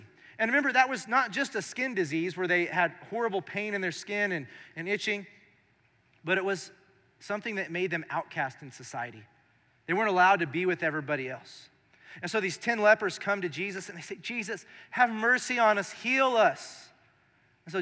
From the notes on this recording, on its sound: Recorded live during our Sunday morning service